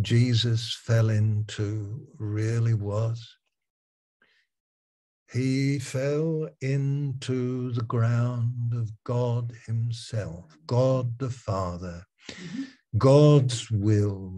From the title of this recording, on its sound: Malaysia Meets (Zoom)